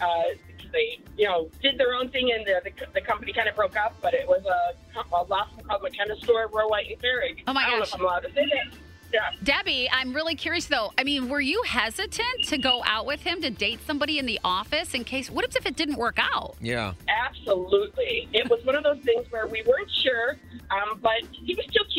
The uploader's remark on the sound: called in to get advice